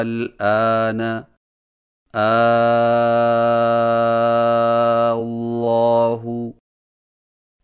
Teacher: دوسرے حمزہ کو الف سے بدل کر پہلے حمزہ کو 3 الفی مد کے ساتھ پڑھیں · Term: ابدال